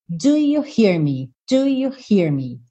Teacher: O you já vem pegando carona com o do. E o me já vem fechando o hear.